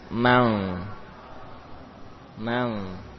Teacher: M yang kedua terbentuk dari bibir bawah dengan gigi seri atas.